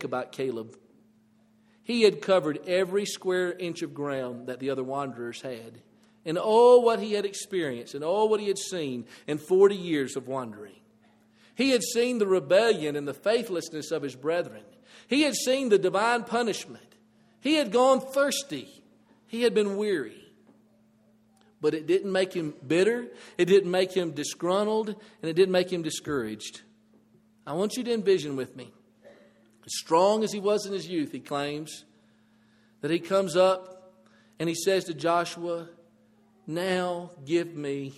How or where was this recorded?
large echoing room